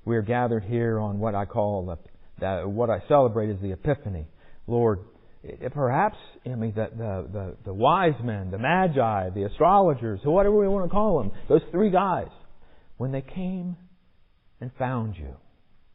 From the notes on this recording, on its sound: Recorded in the sanctuary of MPPC